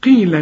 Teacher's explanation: القاف في آخر درجات التفخيم